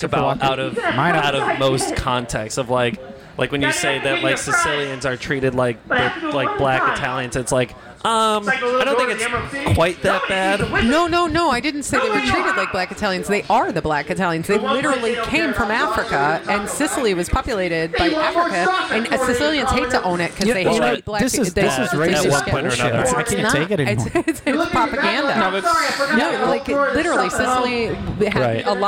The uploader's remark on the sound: At the Fat Fish Blue at Pointe Orlando Open Mic located next to the Orlando Improv.